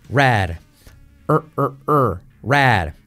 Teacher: Y ahora vamos con la R al principio de palabra. En este caso, lo que ocurre es que la R genera una U.